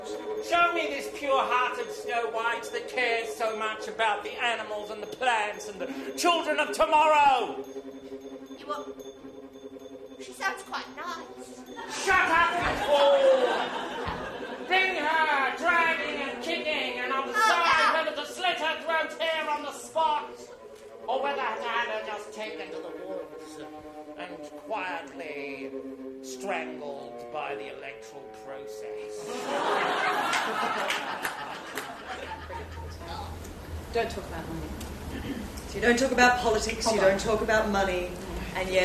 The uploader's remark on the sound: Recorded at SFL2020